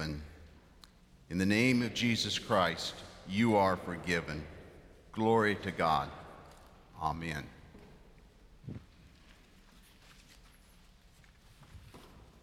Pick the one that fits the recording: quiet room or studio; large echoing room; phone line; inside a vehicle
large echoing room